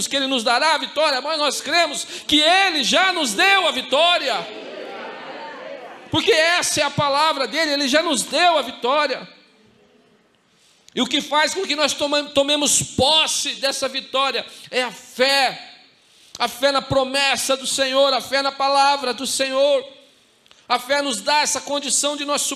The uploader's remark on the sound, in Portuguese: em nosso Culto de Celebração onde estamos trabalhando como tema o Mês da Família, dia 06/09/2020 na Igreja ABA Curitiba (Transmitido ao vivo)